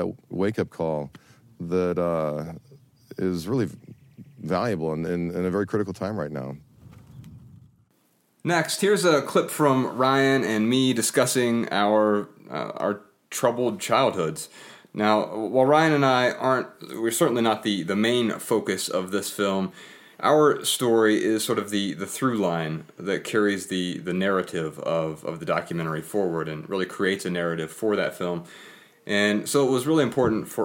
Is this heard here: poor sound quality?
no